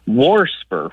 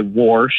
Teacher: I hear a lot of old folks say warsh and things like warder, and so I hear that extra R get added occasionally · Term: R insertion